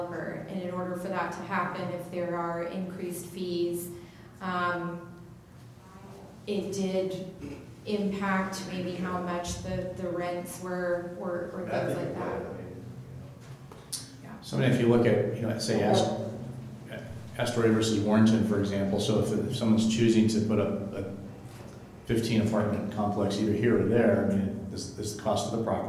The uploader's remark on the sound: Live recording of Astoria City Council meeting, March 19, 2020.